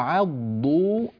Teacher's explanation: والضاد لا يخرج فيها اللسان